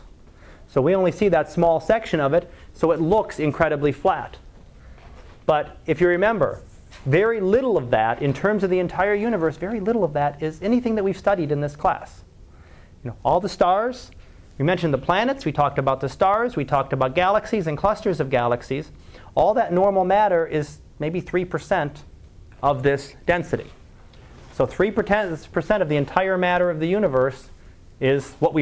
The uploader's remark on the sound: Live Class Lecture